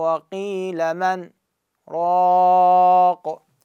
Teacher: هاي النون سكتت عليها مقدار حركتين · Term: السكت